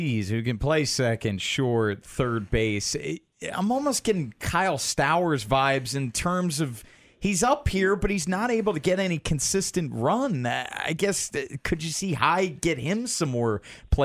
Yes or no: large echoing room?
no